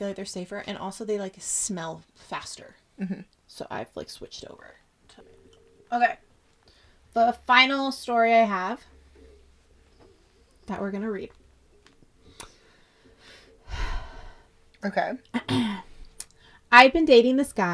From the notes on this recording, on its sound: Now we need to figure out how to equalize our sound and not scream so loud directly by the microphones!